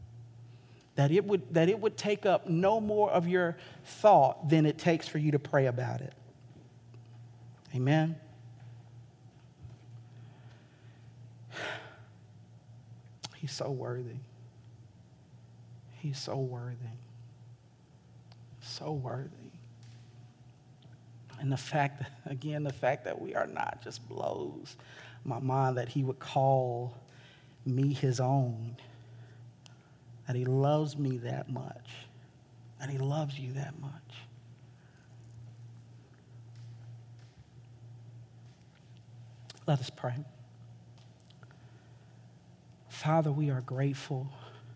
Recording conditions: large echoing room